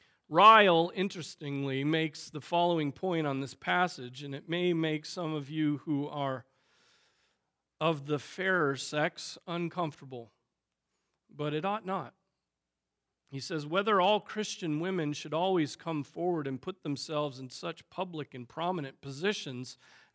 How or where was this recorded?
large echoing room